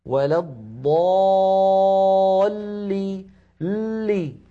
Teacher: اللام أيضا في كلمة وللضالين مشددة تتألف من لامين، اللام الأولى بين الرخوة والشديدة زمنها يحتاج إلى جريان ضئيل مساو للحم.